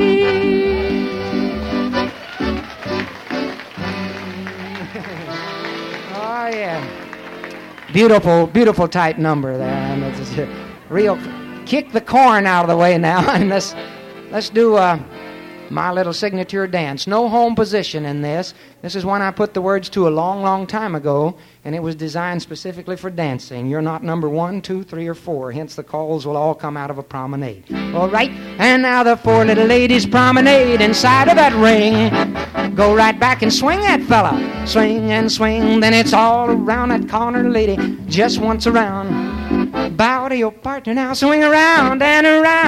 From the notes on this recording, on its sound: Vintage MWSD Live Dance Recording.